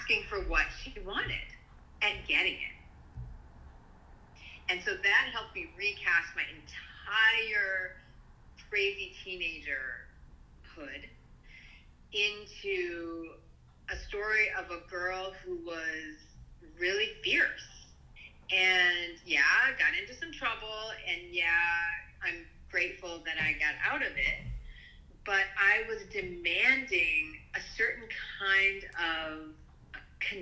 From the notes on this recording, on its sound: Audio quality is poor